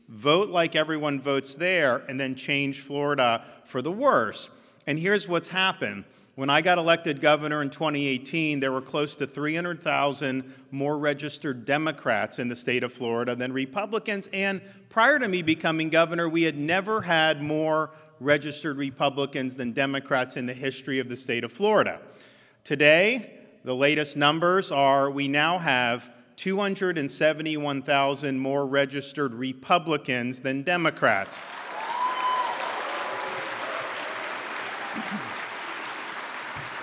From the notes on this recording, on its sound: NatCon 3 Miami. Keynote address at the Miami National Conservatism Conference.